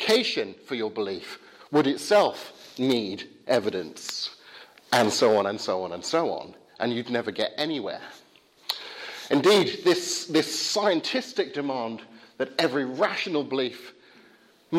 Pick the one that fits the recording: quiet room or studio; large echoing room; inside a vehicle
large echoing room